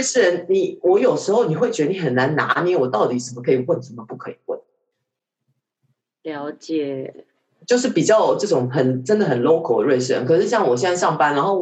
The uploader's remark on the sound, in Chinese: 這次使用遠端錄音的方式，所以音質可能沒有之前幾集這麼好。